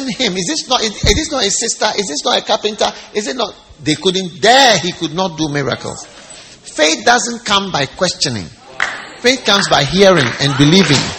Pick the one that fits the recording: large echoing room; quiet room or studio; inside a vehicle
large echoing room